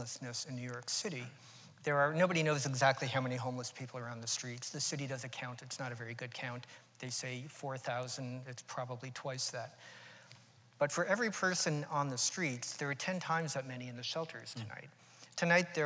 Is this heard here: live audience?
yes